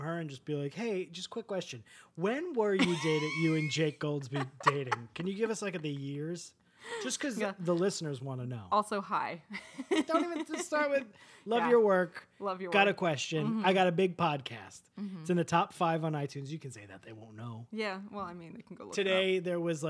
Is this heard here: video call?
no